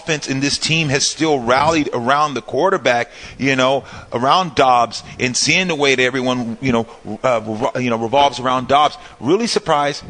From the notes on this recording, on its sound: live from the Hilton Santa Clara